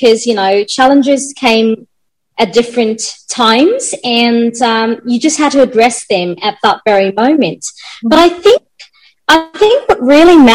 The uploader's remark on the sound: Virtually Recorded.